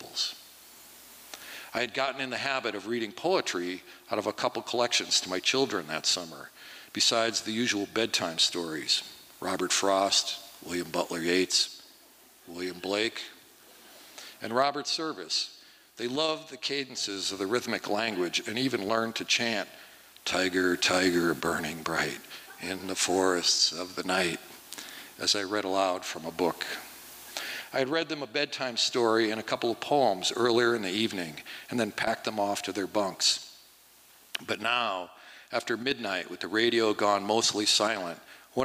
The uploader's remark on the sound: From the 2023 FisherPoets Gathering, a set of performances from the Liberty Theatre. At the Liberty Theatre in Astoria, OR as part of the FisherPoetry Archive Project.